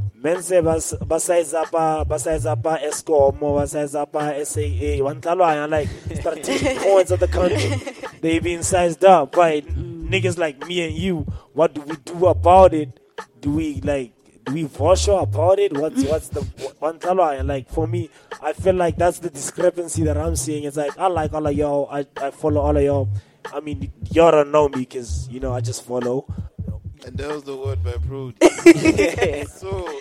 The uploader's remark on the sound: we found this recording that we made during The Kulcha Market in May 2022